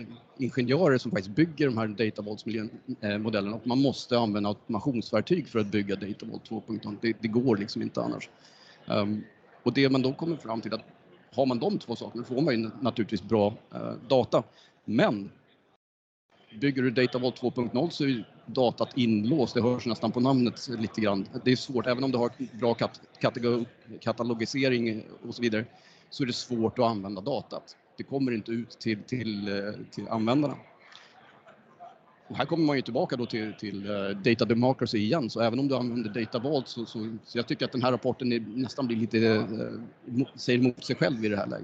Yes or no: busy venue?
yes